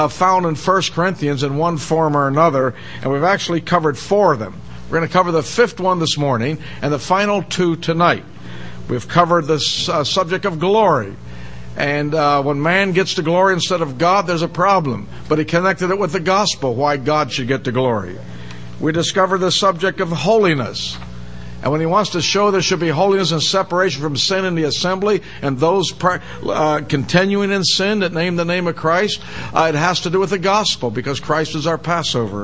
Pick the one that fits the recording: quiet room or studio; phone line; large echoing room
large echoing room